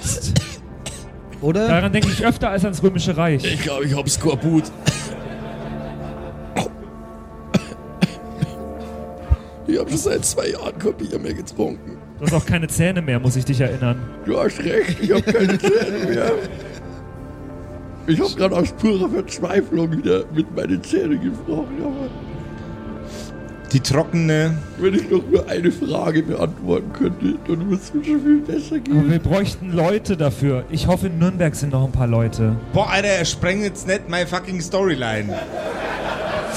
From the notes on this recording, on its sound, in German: Diesmal aber erstmals LIVE vor Publikum bei unserer Aufnahme in Nürnberg.